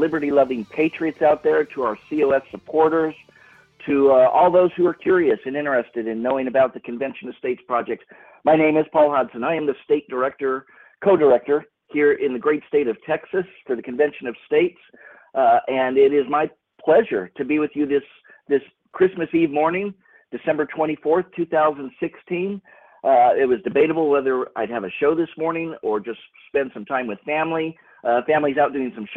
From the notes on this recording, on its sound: recorded earlier this week during a Convention of States leadership conference call